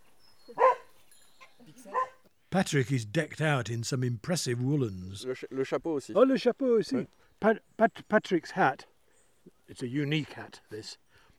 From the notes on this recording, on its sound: Takes us on an immersive tour of the cromlechs and tombs near his home in France. Suffused with birdsong and sounds from the landscapes of the Cévennes.